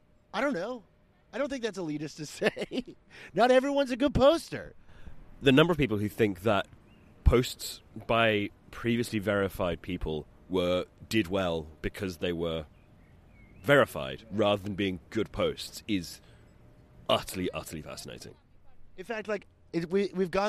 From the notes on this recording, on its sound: We did a little recording session out in a park.